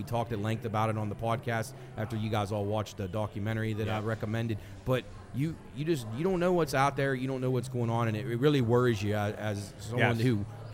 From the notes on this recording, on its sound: LIVE at Generations. LIVE on location.